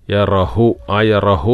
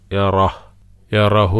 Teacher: യറ കഴിഞ്ഞിട്ട് ചെറിയ ഒരു ശ്വാസം പുറത്തേക്ക് വിടുക, കാറ്റ്